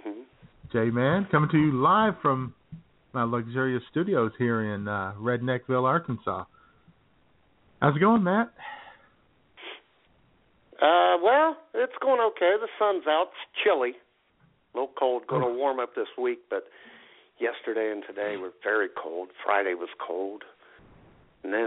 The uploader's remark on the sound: the phone lines will be open and buzzing as we take your calls